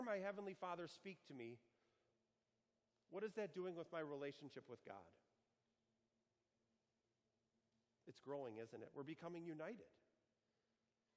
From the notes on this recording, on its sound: Sermon preached for the Seventh Sunday of Easter on June 2, 2019, at Our Savior Lutheran Church in Birmingham, AL.